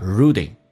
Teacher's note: Rude 跟 in 有个连叫 ruding